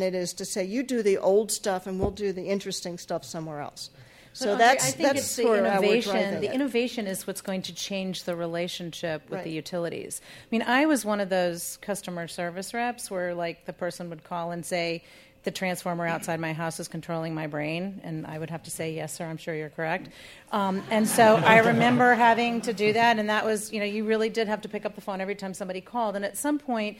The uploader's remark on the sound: In this special live podcast, recorded at WNYC’s performance space in New York City, we spoke with two architects of the plan. The live show was organized in partnership with Clean Energy Connections.